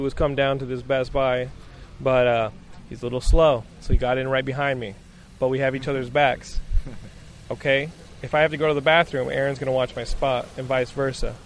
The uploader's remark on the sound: This is my WiiU camp out audio diary! I camped out in front of a Los Angeles Best Buy with other Nintendo Die Hards.